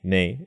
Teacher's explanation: ne is the stressed part. So that becomes a little bit longer.